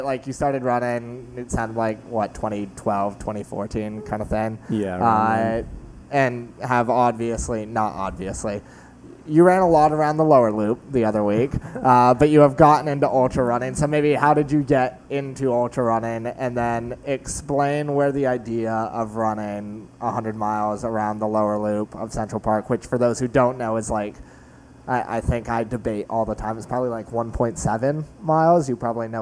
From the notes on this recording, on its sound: This weeks podcast was recorded in As Is NYC - a bar in Hell's Kitchen.